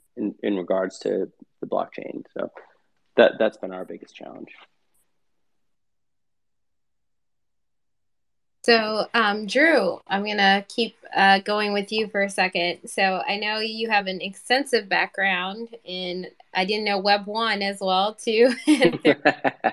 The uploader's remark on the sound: we host live Twitter Spaces conversations